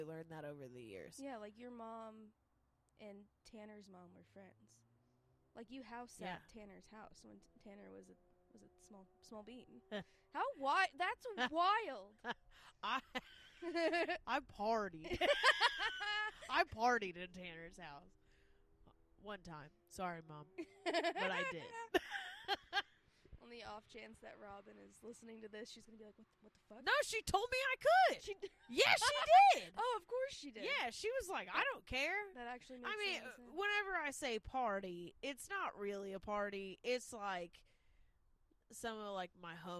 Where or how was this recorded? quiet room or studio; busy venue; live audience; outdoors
outdoors